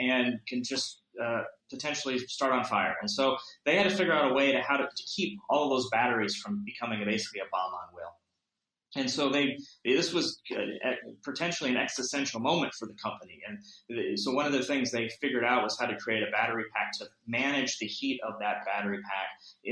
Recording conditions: video call